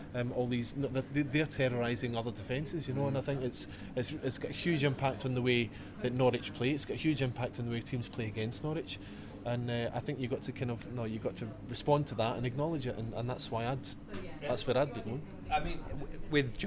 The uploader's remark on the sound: LIVE from Departure Lounge in Norwich. All Canaries supporters are welcome every week to pop along to the pub and have their say live on the show.